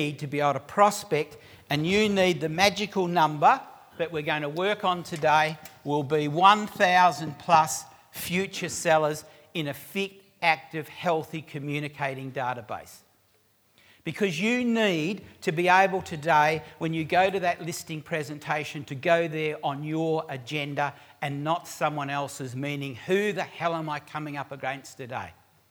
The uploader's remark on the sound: recorded live at REBar Camp 2018